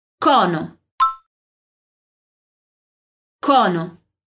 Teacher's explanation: O som é bem aberto, então nada de cono, mas cono.